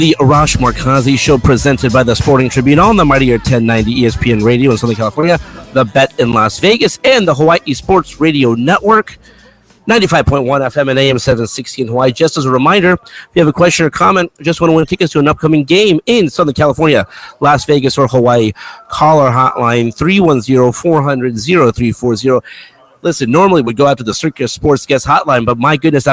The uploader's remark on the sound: Mountain West and Pac-12 Media Days in Vegas. Live from Circa Sports in Vegas.